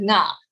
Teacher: what English speakers are unfamiliar with is a syllable starting with an NG. English native English speakers can pronounce NG, but it's always on the end of the word.